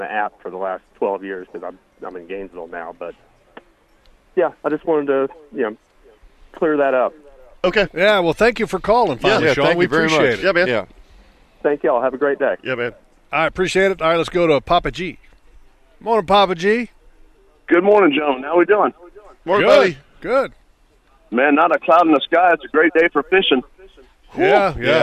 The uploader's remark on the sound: LIVE at the NEFL Fall Boat Show! The guys sounded off about it, along with a collection of callers, too.